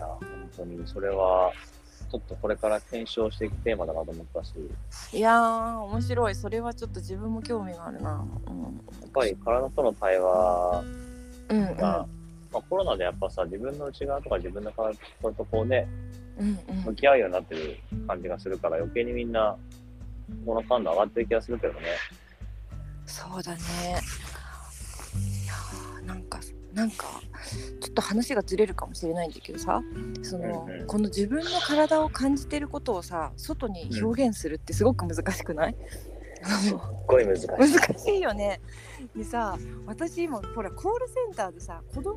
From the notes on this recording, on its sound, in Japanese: 2人で屋外収録。